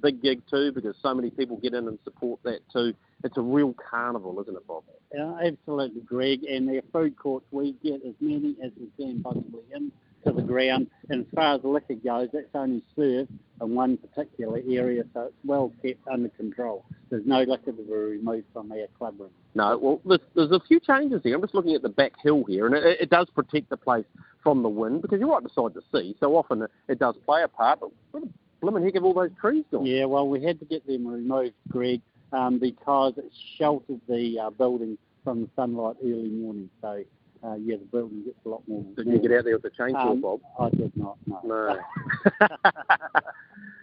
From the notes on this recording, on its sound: Live from Kaikoura. On the phone.